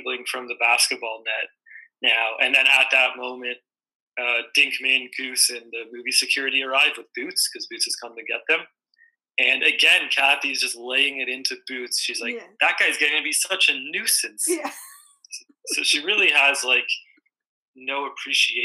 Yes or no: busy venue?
no